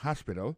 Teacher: accent tombe sur le premier syllabe, il y a trois syllabes